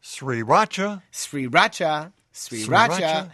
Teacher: The name, you say sriracha, is pronounced like Sri Lanka, with the accent on the first syllable, with a rising tone like asking a question